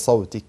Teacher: الهمس يكون صوت ضعيف يجري النفس عند النطق بالحرف اللي هو حرف الكاف